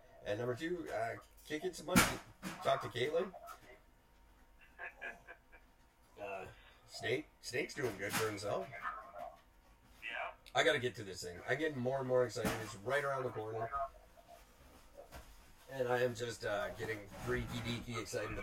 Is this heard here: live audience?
no